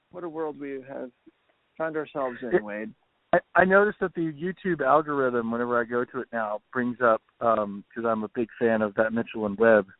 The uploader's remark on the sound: have a "quick" phone call